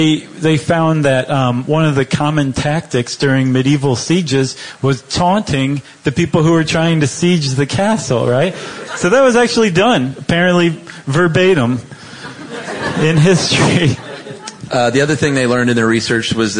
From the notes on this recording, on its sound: Live from LA Podfest. Do a live show on Monty Python at the LA Podcast Festival.